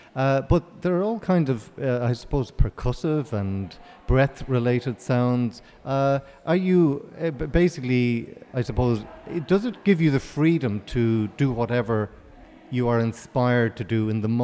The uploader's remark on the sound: Performing in front of a live audience. Near FM have recorded in-depth interviews with the musicians, and reactions from members of the public.